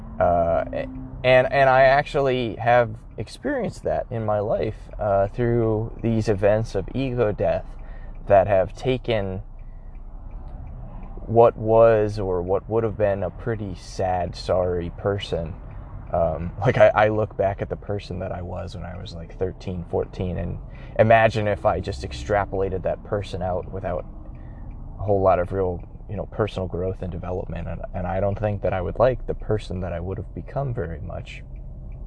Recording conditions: inside a vehicle